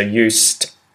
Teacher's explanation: because I don't vocalize the S, it turns into a T at the end instead of a D